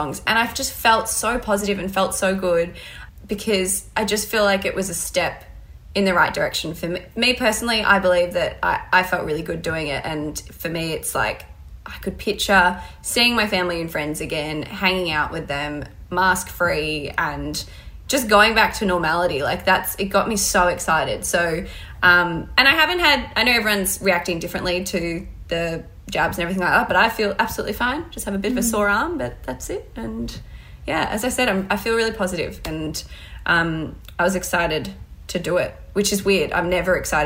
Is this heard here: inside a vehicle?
no